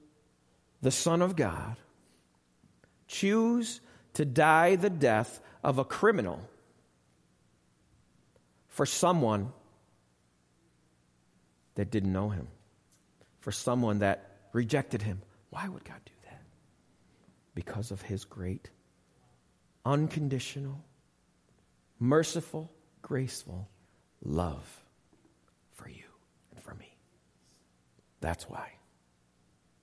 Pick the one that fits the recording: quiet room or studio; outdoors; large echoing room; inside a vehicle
large echoing room